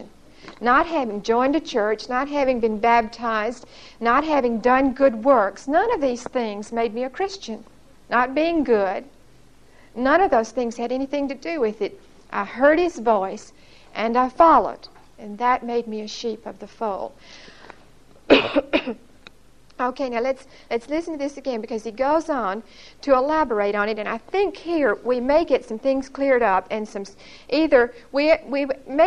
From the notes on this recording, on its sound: Recorded 8/26/1975 at Whitesburg Baptist Church.